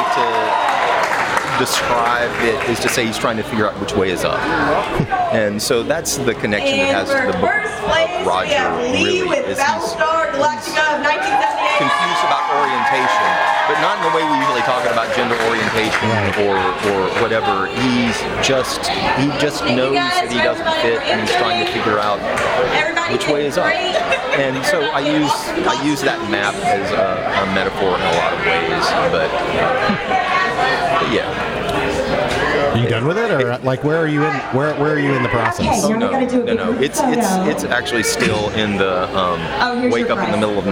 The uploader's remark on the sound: on location at Midtown Con.